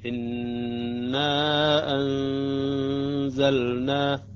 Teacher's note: المقدار الذي أتأخر عليه على النون المشدد في إنا، وأنزلنا مقدار حركتين حركتين. إنا أنزلنا، هاي مقدار الحركتين. · Term: الغنة